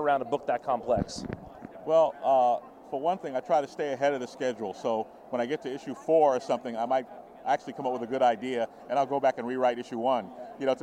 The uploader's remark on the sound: NYCC 2016 Special. Live from New York Comic Con 2016!